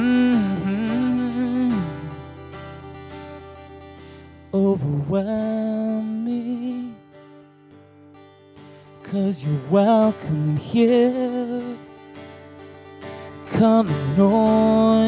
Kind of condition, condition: setting, large echoing room